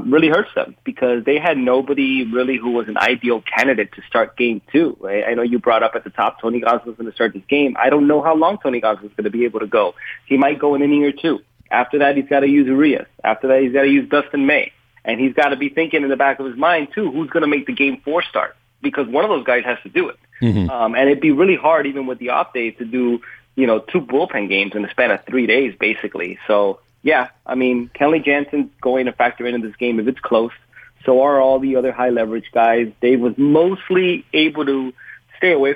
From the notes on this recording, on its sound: called in live from Arlington, Texas